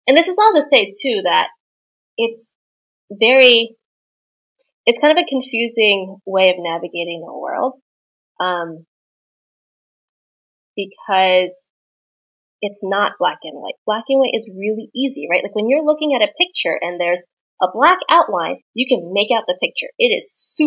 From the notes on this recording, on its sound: My apologies for the audio quality in this episode. I forgot to plug in my microphone and was using my computer.